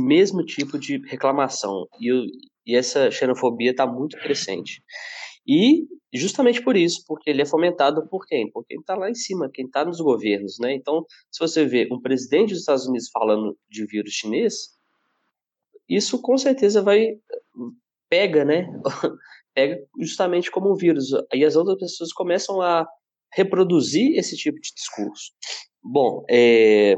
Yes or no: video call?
yes